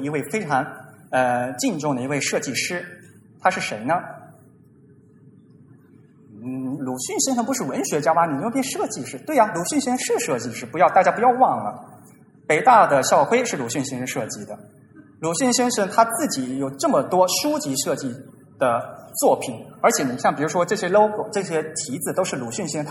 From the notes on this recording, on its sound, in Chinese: TypePro 2016: Shanghai 于 9 月 3 日在同济大学举办。现场录音。TypePro 2016 由 Monotype 主办。